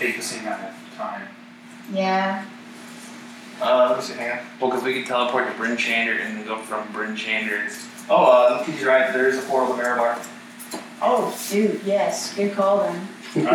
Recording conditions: poor sound quality